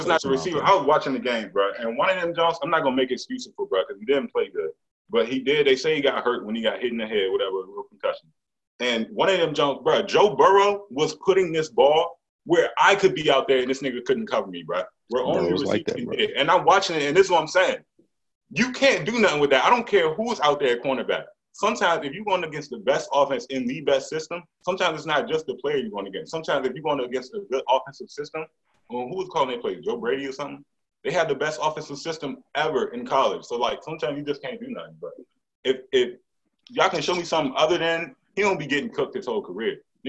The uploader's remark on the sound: we are coming live from our own spaces thanks to Covid, but we found a way to make it work